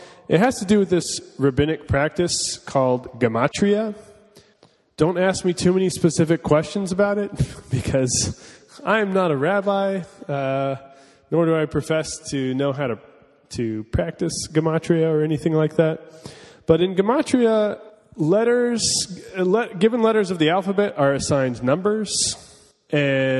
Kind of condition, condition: setting, live audience